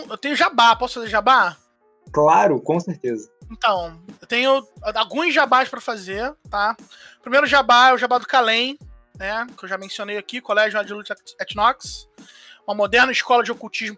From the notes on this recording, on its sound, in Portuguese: Esse episódio foi gravado de casa pelo discord devido a situação atual de quarentena causada pelo COVID-19. Não estranhe a qualidade de áudio.